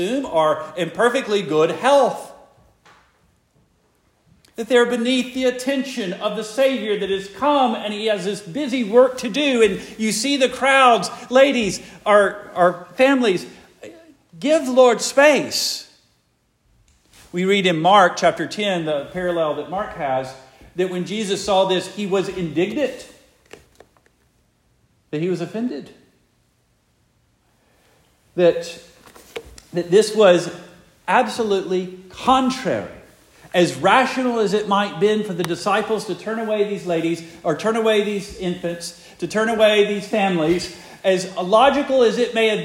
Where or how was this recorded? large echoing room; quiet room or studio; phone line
large echoing room